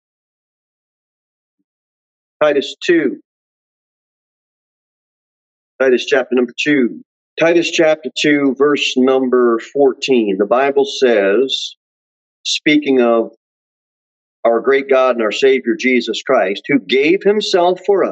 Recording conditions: large echoing room